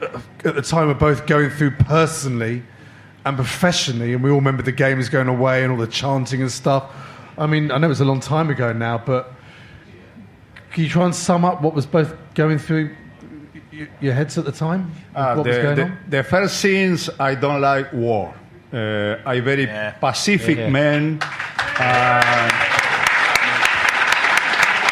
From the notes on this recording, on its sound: the live show with just 300 very close friends